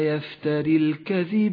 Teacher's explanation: الياء جاءت ساكنة واللام التي بعدها جاءت ساكنة، نسقط الساكن الأول من اللفظ